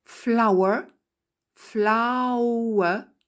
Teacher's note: Concernant la prononciation de our, qui est toujours difficile, sauf si on connaît la phonétique, pensez au mot que beaucoup d'entre vous connaissent, le mot flower, qui est une fleur. Eh bien, dans flower, il y a deux sons voyelles. Il y a au et il y a e. Flower, flower, il y a donc au.